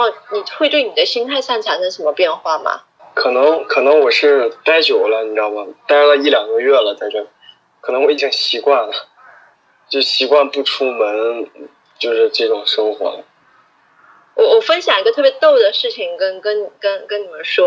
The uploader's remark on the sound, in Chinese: 本期【扩音器】通过电话录音完成的，音频质量可能稍微欠缺，尽请谅解